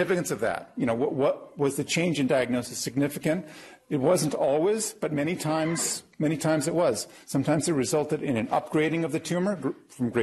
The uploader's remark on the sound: Norris Cotton Cancer Center Grand Rounds presented on March 27, 2018